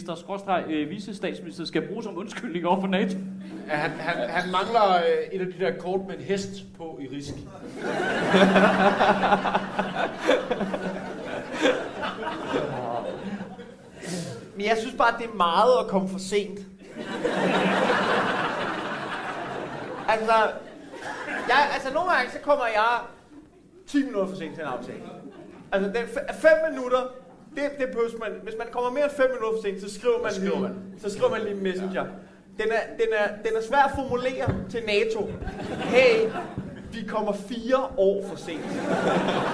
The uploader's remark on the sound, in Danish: Optaget live på Comedy Zoo